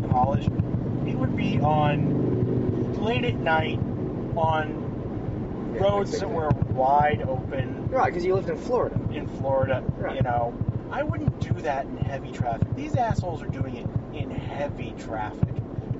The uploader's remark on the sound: 2015 F150 now with optional podcast studio. Decided to record an episode inside the 2015 Ford F150 Ecoboost whilst venturing to the wilds of deep Corona California. Please excuse some tapping noise at the very end of the episode as our microphone mount became loose.